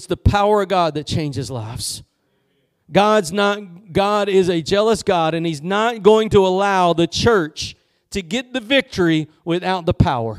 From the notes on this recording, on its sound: Preached at Gospel Lighthouse in Bossier City, La.